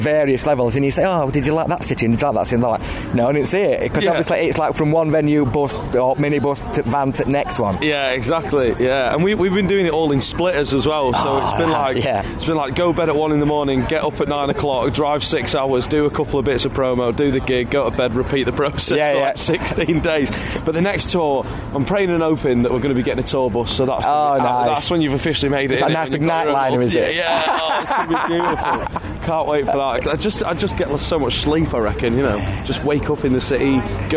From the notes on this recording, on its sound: A sensational bank holiday weekend at Live at Leeds 2018.